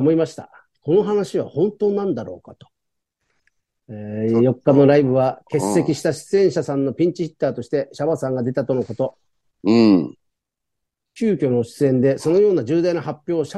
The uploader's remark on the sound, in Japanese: ZOOMで収録